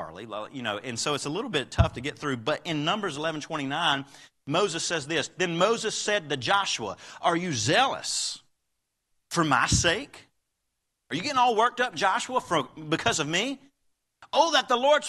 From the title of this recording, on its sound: Live Service